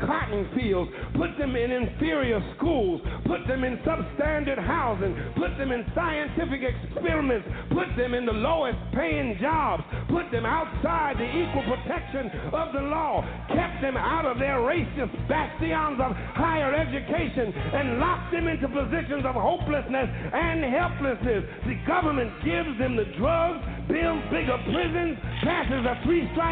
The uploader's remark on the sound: Listeners who "call-in" via telephone. Mkutano OPEN MIC Wednesday Night at OUR COMMON GROUND.